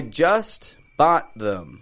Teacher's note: A stop on the ending with that T and then them.